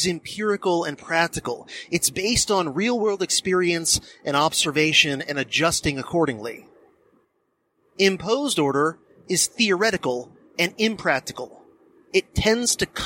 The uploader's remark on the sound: I recorded a "silver bullet" DHP episode (meaning one recorded during my commute to work.)